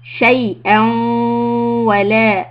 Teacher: Make sure it is nasal. The vowel sound is coming from the nose. · Term: idgham with ghunna